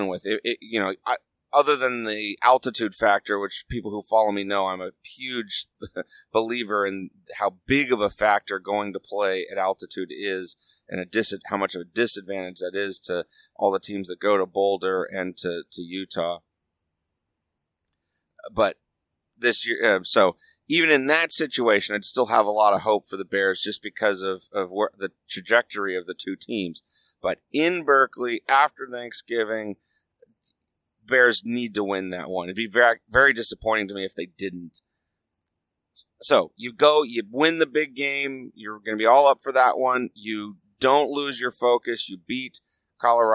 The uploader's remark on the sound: I recorded it on the drive home from LA. I had a lot of things that needed to be edited out (kids with questions for their dad, etc.)